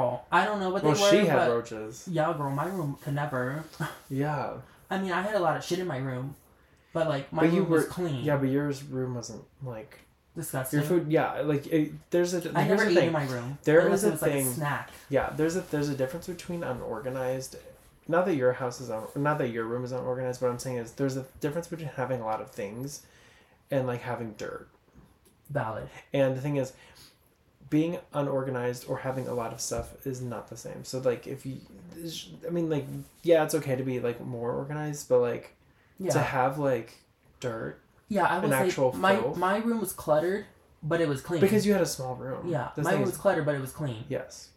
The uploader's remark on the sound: Dont mind that it sounds like we are recording in a well. New location who dis??